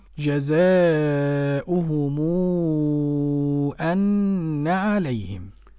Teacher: ورش قرأ بالمد ست حركات · Term: مد منفصل